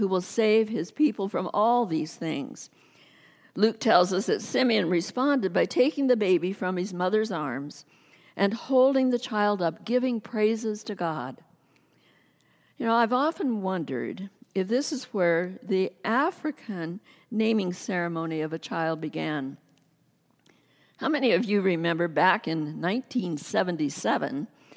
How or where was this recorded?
large echoing room